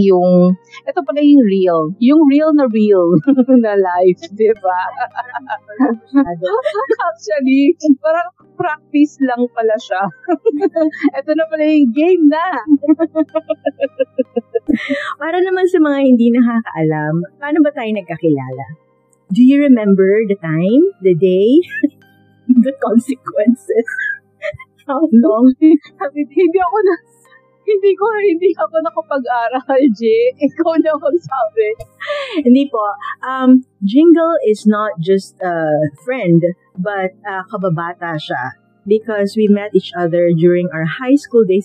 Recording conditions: background noise